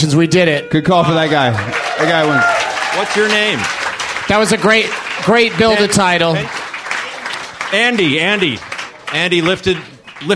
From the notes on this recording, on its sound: A special DLM/Benson Interruption hybrid taped at the UCB Theatre New York during the 13th Annual Del Close Marathon.